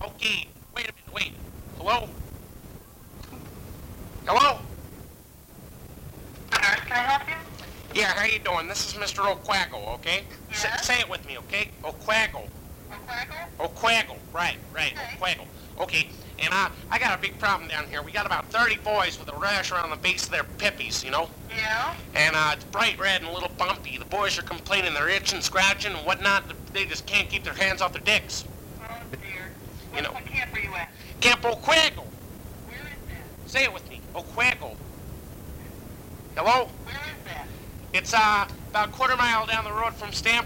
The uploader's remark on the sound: Prank Phone Calls Collection